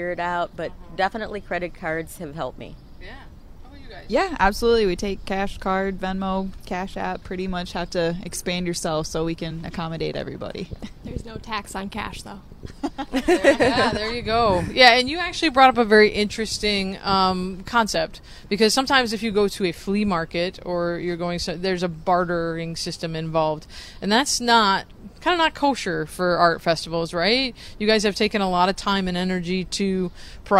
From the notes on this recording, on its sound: Creative Cafe LIVE from the Downtown Kalamazoo Mall for "Art On The Mall"!